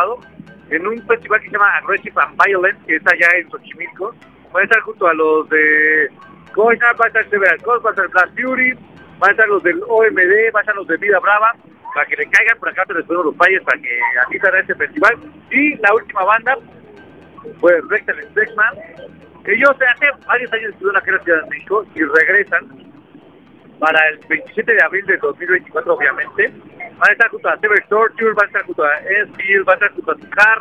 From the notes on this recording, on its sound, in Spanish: Transmisión desde el festival Off Limits